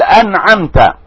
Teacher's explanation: فإذا هما مختلفين مخرجا، والعين حلقية والميم شفوية · فكل حرفين اختلف وتباعد في المخرج واختلف في الصفة، هذا يجب على القارئ أن يباعد بينهما، ويسمى هذا الحكم التباعد، وهو مثل تباعد مخرجا واختلف صفة، مثل أنعمت، النون من اللسان والعين من الحلق